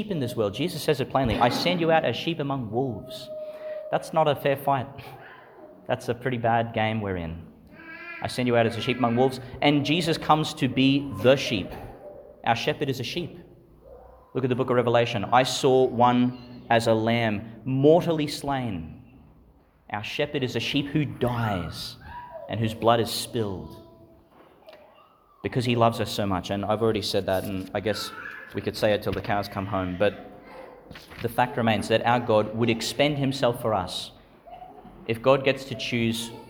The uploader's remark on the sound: Homily for the Twenty-fourth Sunday in Ordinary Time, delivered in St Patrick's Church, Calliope, Qld.